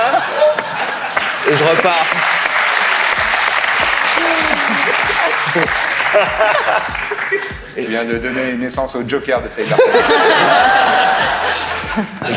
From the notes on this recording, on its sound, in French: Événement en public avec le Forum des Images, qui nous a accueilli·e·s dans sa plus belle et grande salle. Son - Forum des Images.